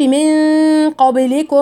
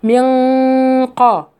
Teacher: رفعت اقصى لساني علشان اجيب صوت الغنة صح · Shown in: second take · Term: الاخفاء